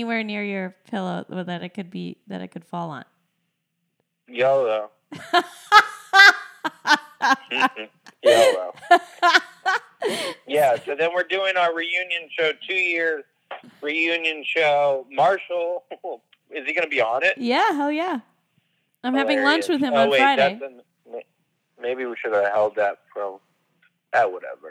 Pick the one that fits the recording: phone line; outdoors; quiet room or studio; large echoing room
phone line